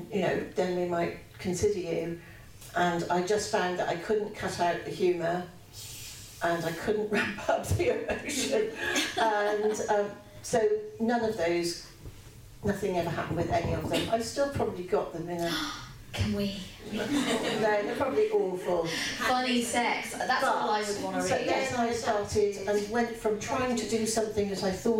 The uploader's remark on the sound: Recorded at a live event in front of an audience at Waterstones Gower Street. Produced by Pineapple Audio Productions.